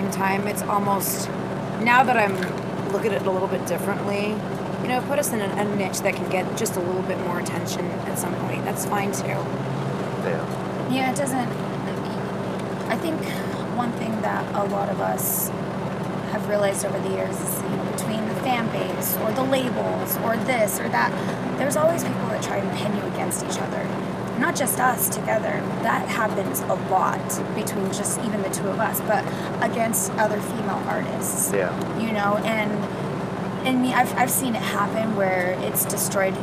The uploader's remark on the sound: We had a few minutes to kill just outside of the venue. With a little background noise I was still able to have a quick chat.